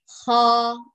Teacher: رفعت الأقصى ضيقت الحلق قعرت الوسط لكن الصوت ضعيف